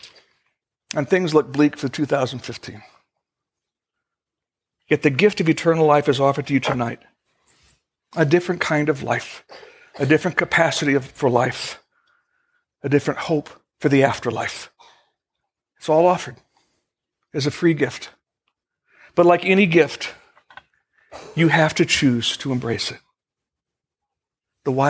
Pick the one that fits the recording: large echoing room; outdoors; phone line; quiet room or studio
large echoing room